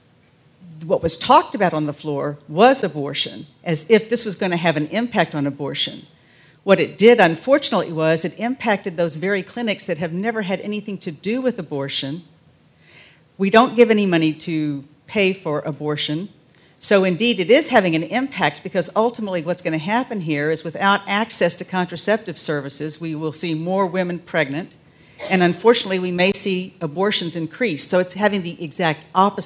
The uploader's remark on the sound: panel at The Texas Tribune Festival